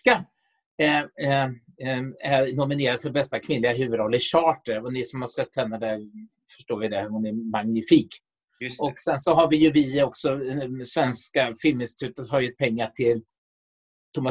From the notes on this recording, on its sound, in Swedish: Inspelad 15 november 2020 i Zoom.